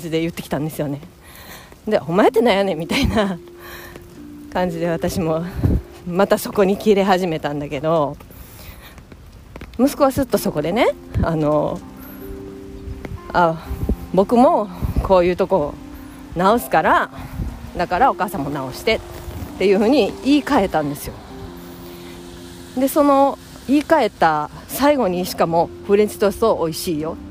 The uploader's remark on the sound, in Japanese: 雑音アリ。すみません※。出勤中に歩きながら話しています。